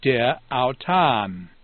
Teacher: The alpha drops out because of the alpha initial, autan.